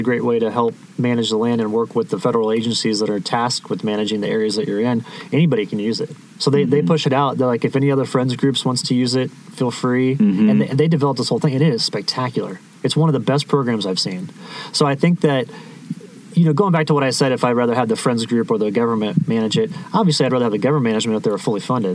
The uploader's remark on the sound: This episode was recorded at an unbelievable dispersed camping spot called Muley Point located high up on Cedar Mesa. We very much enjoyed catching up by the campfire on a 2,000ft ledge!